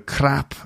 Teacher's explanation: And when a Scouser says crap, they go crap like that. It's not like a full-on rolled R. It's just once.